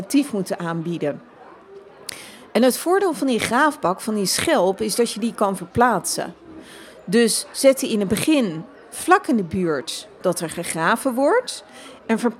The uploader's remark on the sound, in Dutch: Live vanaf Animal Event